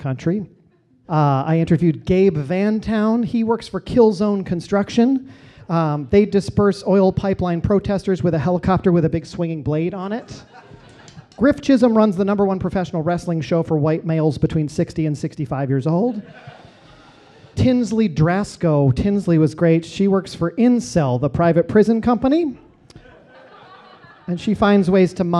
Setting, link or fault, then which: setting, live audience